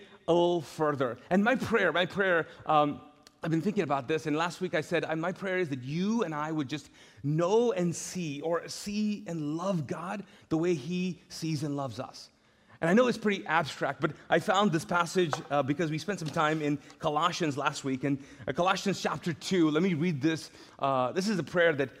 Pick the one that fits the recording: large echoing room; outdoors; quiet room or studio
large echoing room